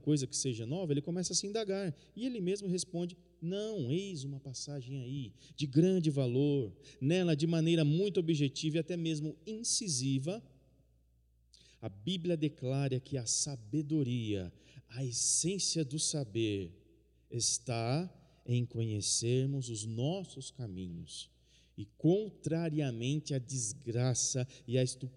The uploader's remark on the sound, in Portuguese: no culto de quinta-feira, transmitido ao vivo